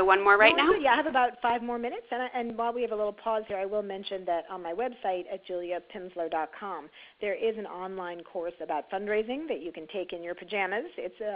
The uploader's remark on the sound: On our conference call